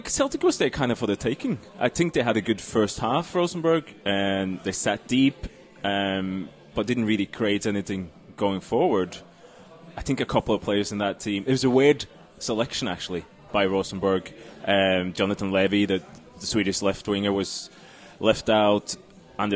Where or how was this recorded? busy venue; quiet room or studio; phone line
busy venue